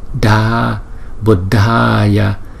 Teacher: Chữ dh chúng ta đọc là dh. Và chữ a kéo dài hai nhịp